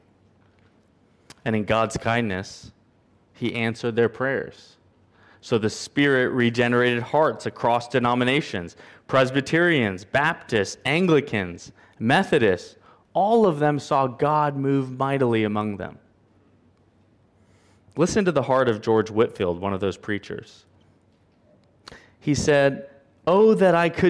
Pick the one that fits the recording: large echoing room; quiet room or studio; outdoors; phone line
large echoing room